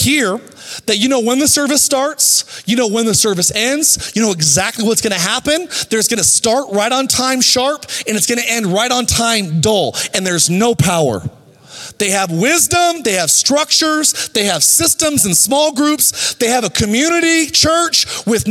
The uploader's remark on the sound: Recorded live at Capital Church in Meridian, Idaho